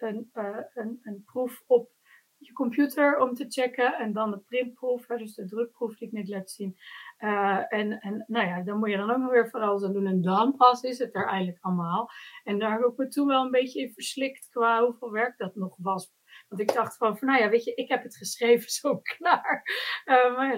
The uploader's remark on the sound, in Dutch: de podcast is een opname van een live webinar.